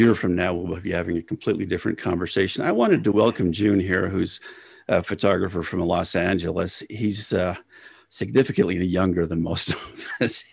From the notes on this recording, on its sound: Real Estate Photographers of America's inaugural Zoom meeting